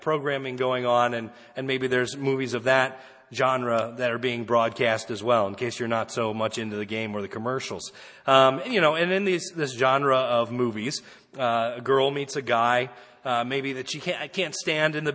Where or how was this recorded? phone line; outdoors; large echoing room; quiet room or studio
large echoing room